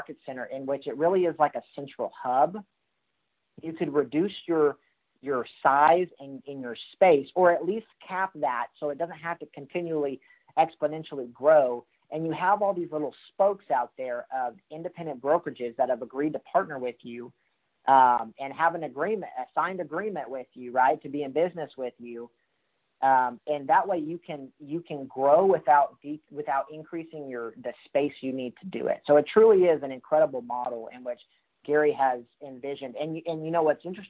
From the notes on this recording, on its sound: Call Recording.